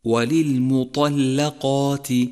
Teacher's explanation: سابعا، انتبه إلى تتالي الترقيق مع التفخيم في كلمة وللمطلقات وللمطلقات، فالميم مرققة والطاء مفخمة واللام مرققة والقاف مفخمة والألف مفخمة